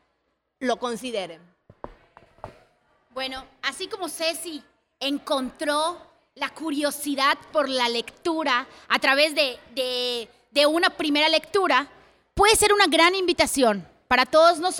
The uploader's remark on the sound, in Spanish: fue en la Feria Internacional del Libro de Yucatán (FILEY) y con una audiencia maravillosa.